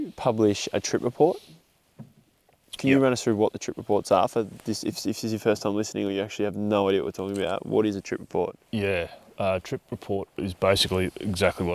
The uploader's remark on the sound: This is a new style of podcast… recorded on the water while fishing! Lake Eildon is a popular destination, so we planned a trip this winter to explore and unlock the lake. On the final night we decided to record an episode of the podcast, and we ended up doing it in the boat while fishing.